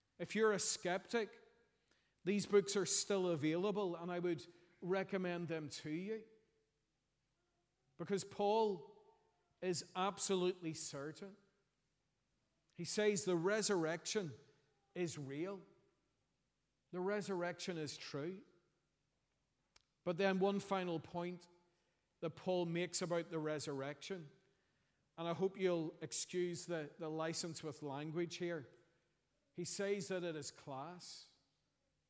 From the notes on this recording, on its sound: preached at our Easter Sunday evening service